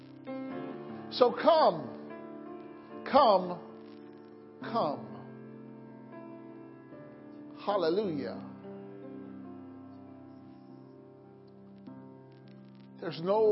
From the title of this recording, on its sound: Community Prayer, Praise, and Worship -Wednesday Night Service